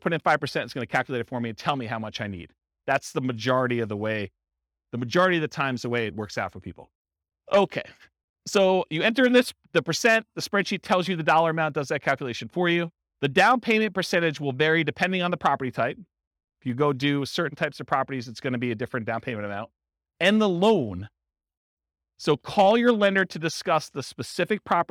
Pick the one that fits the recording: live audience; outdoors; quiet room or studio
live audience